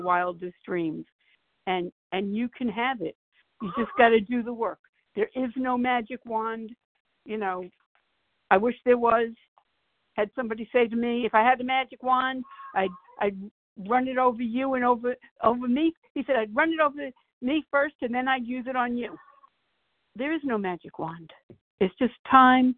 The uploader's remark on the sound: from the 100 Pounders Phone Meeting